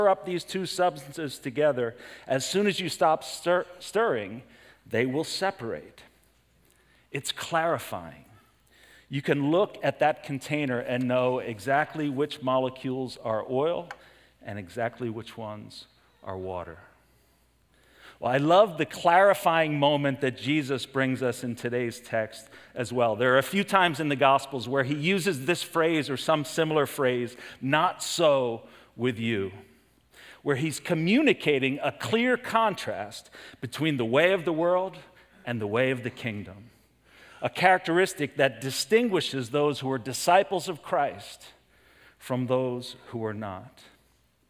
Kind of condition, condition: setting, large echoing room